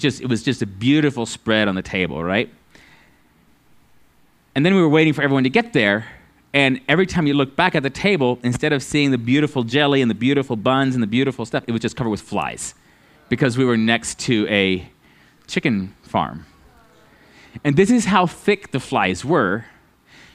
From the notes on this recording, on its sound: at Living Water Fellowship Denver's Sunday morning service on July 24th 2022.